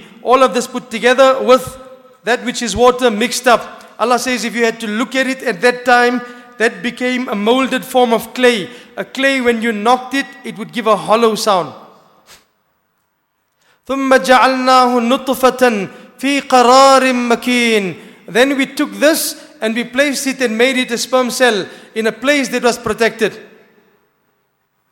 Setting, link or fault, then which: setting, large echoing room